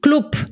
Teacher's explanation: Comencem per la B alta, que sonarà com una P. · Term: ensordiment